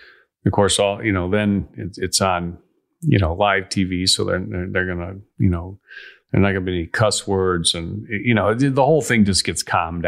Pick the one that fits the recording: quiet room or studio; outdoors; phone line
quiet room or studio